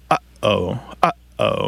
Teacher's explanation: And we do this glottal stop. We kind of restrict the airflow in the back of our throat. Uh-oh. You can kind of hear that there's something unusual happening there with that first sound.